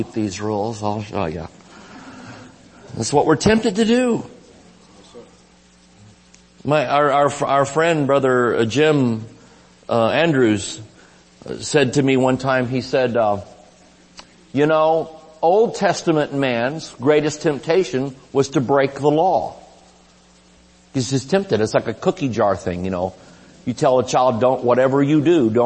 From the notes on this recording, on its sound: Recorded Live at Shining Light Church